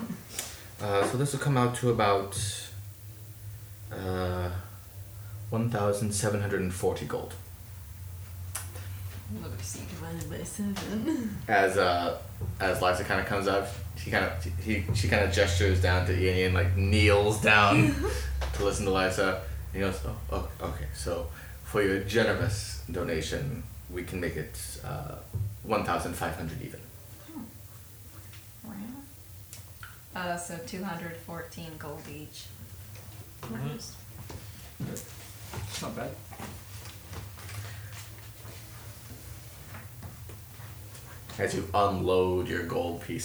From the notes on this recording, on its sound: We apologize in advance for any background noise. It was well over 100 degrees, and the air condition was necessary for everyone's health.